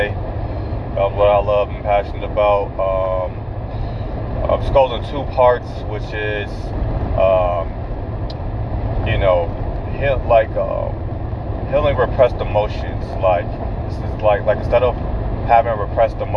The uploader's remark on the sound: I am in my car. On my way to the MREA.